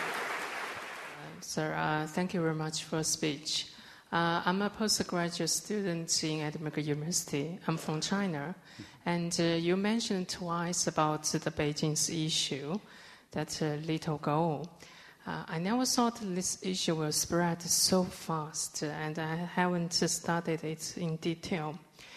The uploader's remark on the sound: Recorded 25 October 2011 at the Playfair Library, Edinburgh